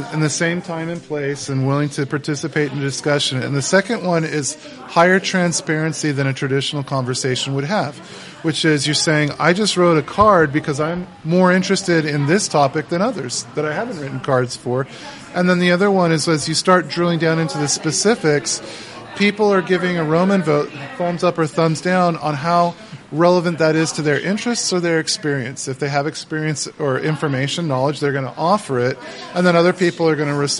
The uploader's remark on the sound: It's our last podcast from Paradise Perks in Irvine.